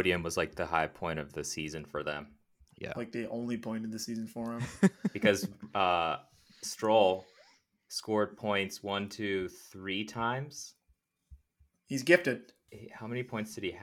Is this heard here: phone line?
no